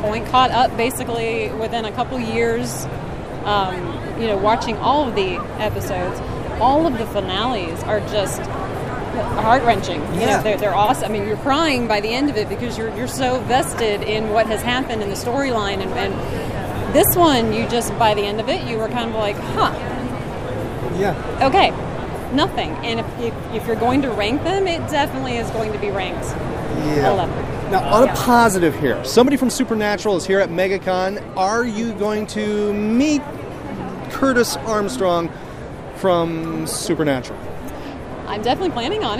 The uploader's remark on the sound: recorded at MegaCon